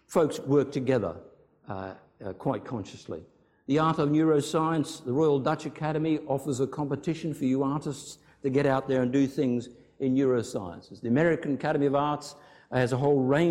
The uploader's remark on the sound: IFE Grand Challenge Lecture, recorded 27 October 2017 at QUT